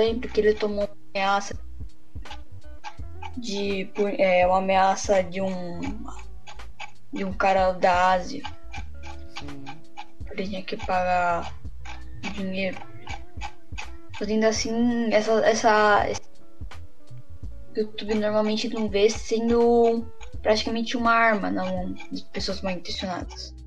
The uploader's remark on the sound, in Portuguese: Desculpa pela Qualidade pq meu fone é ruim e minha Internet estava ruim